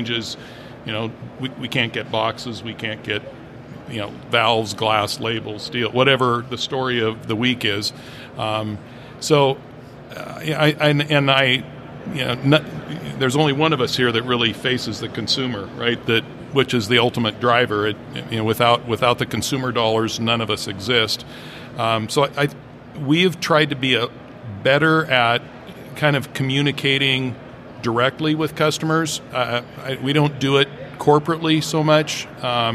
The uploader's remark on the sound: Live from HPBExpo 2022